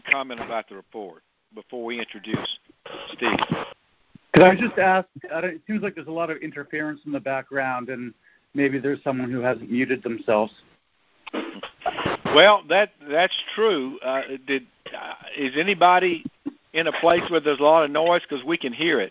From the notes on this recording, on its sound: August 2023 Monthly Cotton Conference Call